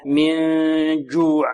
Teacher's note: عندنا نون ساكنة بعدها جيم حكمها ماذا؟ الإخفاء غنة كاملة من جوع جيم هنا شديدة لا نقول من جوع.